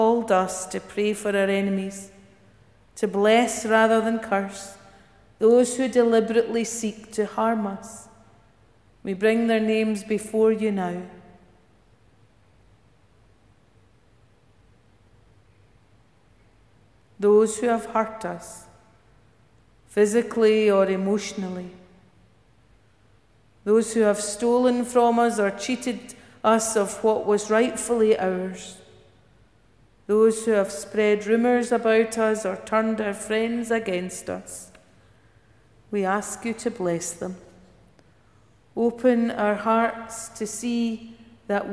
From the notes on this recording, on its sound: Morning worship recorded at Giffnock South Parish Church